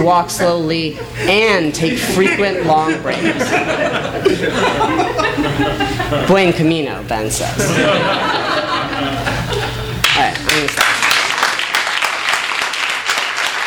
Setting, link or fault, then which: setting, live audience